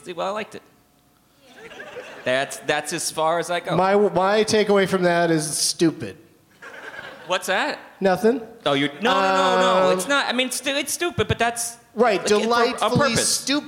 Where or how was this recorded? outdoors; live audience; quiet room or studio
live audience